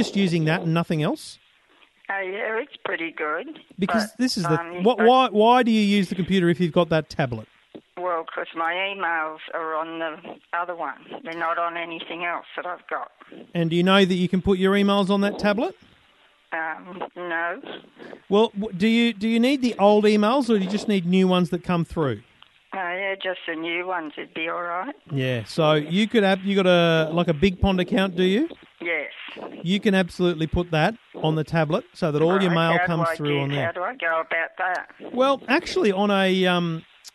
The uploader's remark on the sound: loads of calls!